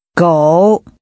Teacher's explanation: The tone is falling, rising.